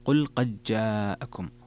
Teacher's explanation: هنا قد جاءكم فيها الإدغام الصغير لأبي عمرو وهشام وحمزة والكسائي وخلف